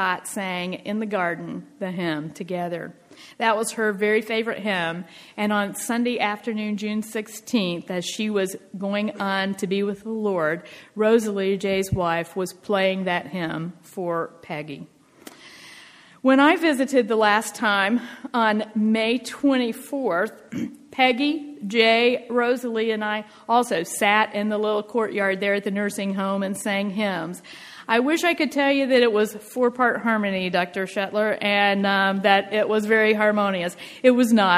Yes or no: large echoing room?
yes